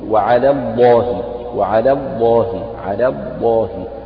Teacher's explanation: لفظ الجلالة مفخمة لأن لفظ الجلالة لام تفخم إذا سبقت بفتح، ولكن لام على مرققة ليس هناك ما يدعو إلى تفخيمها. فمن الخطأ الشائع أن البعض يعثر عليه أن ينطق لاما مرققة وبعدها لام مفخمة، فيفخم اللامين أو يرقق اللامين، وهذا من الخطأ.